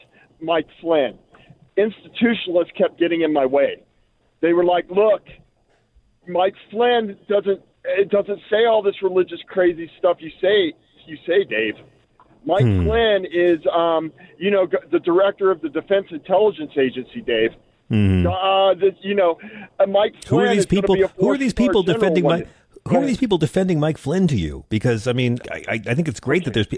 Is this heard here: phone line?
yes